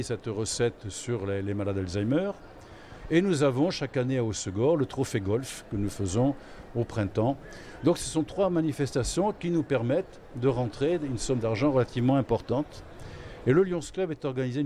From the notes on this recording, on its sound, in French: En direct du Forum des Associations de Soorts-Hossegor. Au micro de Wave Radio.